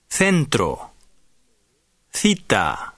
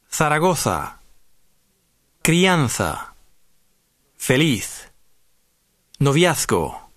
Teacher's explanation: The letter C before E and I and the letter Z are pronounced th